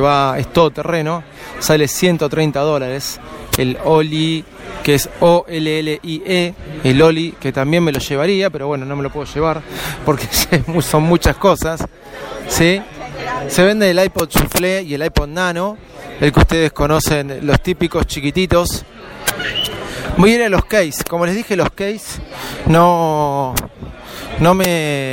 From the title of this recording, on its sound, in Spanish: DESDE APPLE STORE EN VIVO